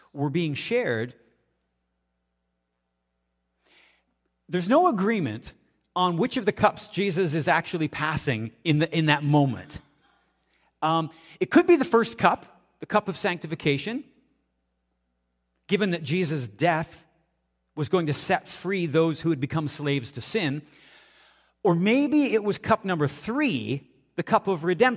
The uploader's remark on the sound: audio taken from the March 26, 2023 Sunday sermon at FBC Charlottetown PEI Canada